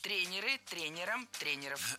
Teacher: И двигать это ударение мы не должны. Всегда ударяем «е» в первом слоге. · Term: неподвижным ударением